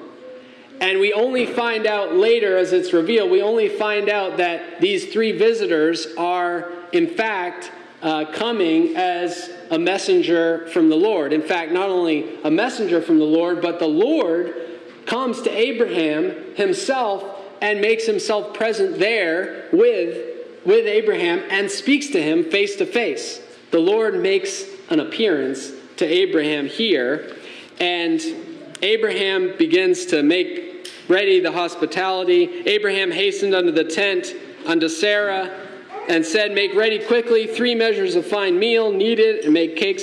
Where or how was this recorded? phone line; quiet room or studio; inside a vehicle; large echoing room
large echoing room